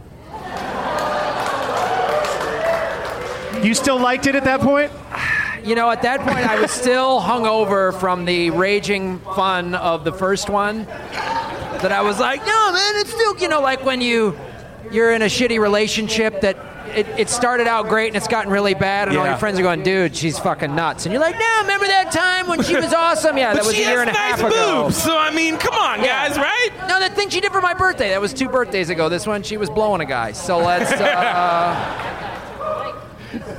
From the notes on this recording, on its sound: Live from The Improv in Pittsburgh, PA.